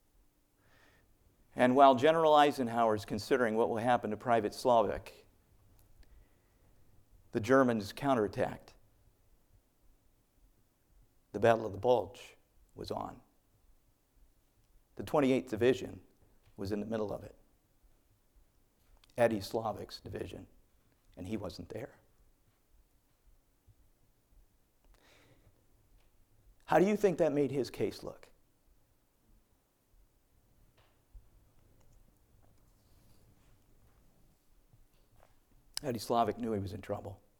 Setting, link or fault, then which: setting, large echoing room